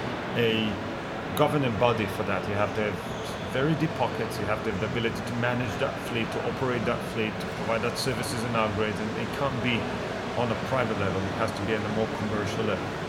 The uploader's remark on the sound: This interview was recorded out and about, so there is some background noise.